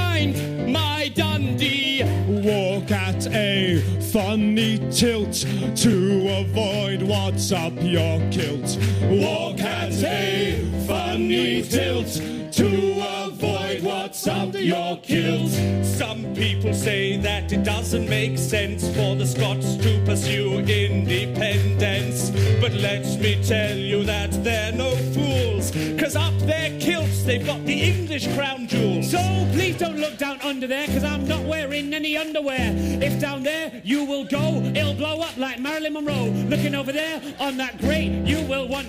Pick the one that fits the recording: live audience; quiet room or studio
live audience